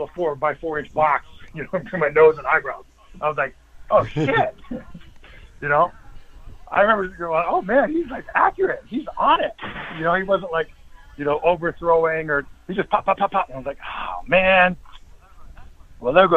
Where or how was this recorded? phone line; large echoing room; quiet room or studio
phone line